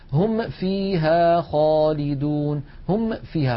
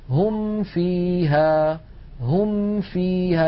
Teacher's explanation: بنهاية الميم الفم مهيئ على مخرج الفاء · Shown in: second take · هم فيها هم فيها بسهولة ومن غير تكلف.